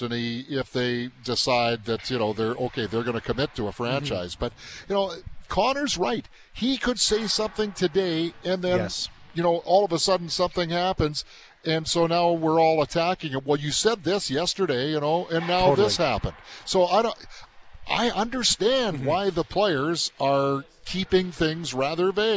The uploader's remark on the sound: live from the Hockey For All Centre in preparation for Jets Fan Fest.